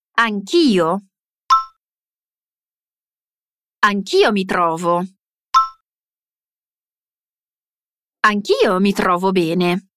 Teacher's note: quando la diciamo insieme a io, togliamo questa E e uniamo tutto, dicendo anch'io